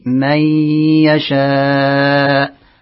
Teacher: إدغام بغنة لوقوع الياء بعد النون الساكنة